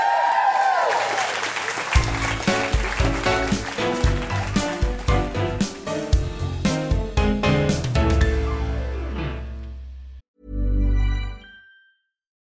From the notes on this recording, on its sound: Recorded 10 February 2020 at the Miami Marketta on the Gold Coast.